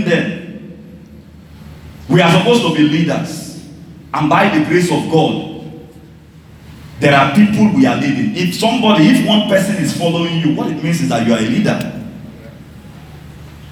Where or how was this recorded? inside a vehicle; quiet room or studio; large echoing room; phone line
large echoing room